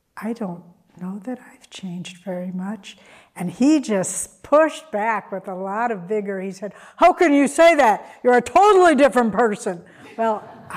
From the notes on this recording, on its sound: Sunday Service talk. Recorded at Ananda Village on June 11th 2023.